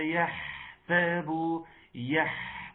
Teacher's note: الحاء ديت نظر انه حرف رخم، فالزمن بتاعه اطول من الزمن الشديد. وتسمعه لنا، اسمع كده، يحسبوا يح الحاء دي البحة بتاعت البطة. · Term: زمن الحاء